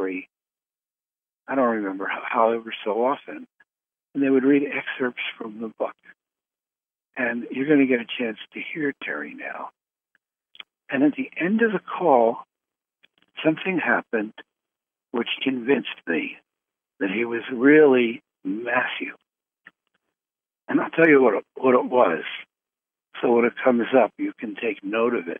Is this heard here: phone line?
yes